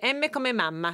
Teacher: Il nome mamma deriva proprio da quello, perché è una bilabiale seguita da una vocale semplice